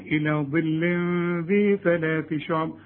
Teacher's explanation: طلع لسانك في الدال وفي الثاء وفي الثاء